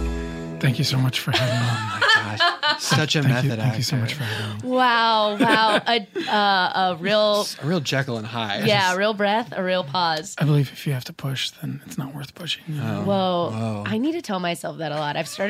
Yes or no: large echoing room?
no